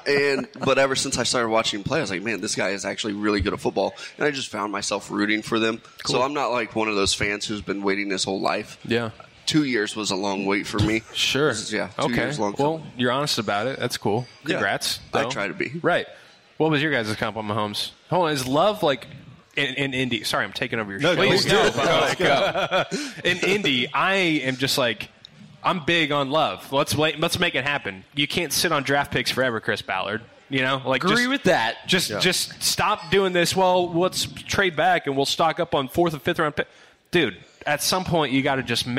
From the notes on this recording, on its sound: back at TwoDeep Brewery in Indy for a special live NFL Combine show